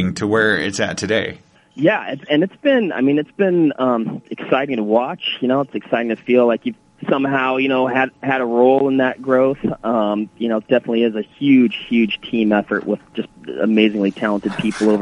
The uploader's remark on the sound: a phone conversation